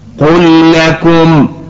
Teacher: فقد أدغمنا اللام في قل مع اللام في لكم